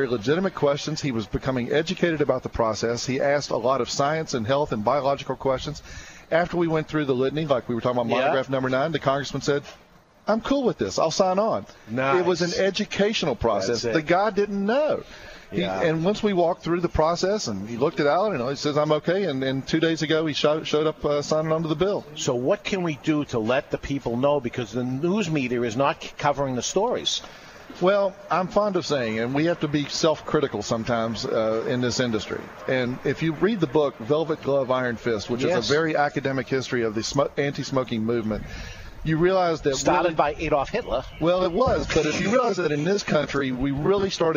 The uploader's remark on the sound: We're live at the New England Cigar Expo